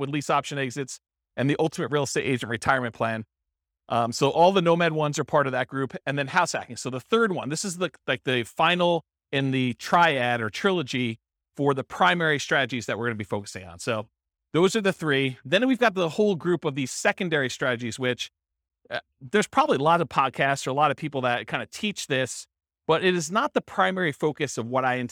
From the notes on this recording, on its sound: This was a live class recorded